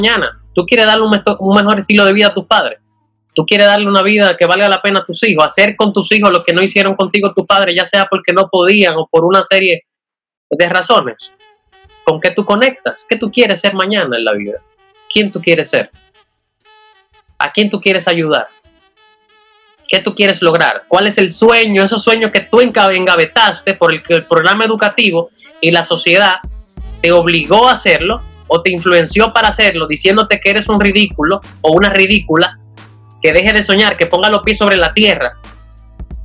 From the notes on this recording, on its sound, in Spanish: Aquí te dejo una compilación de algunas partes de la conferencia online. Que di vía zoom al equipo de DOers y sus invitados.